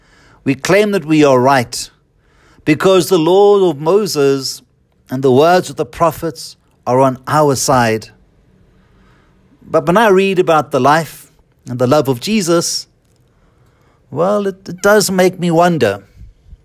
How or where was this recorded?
large echoing room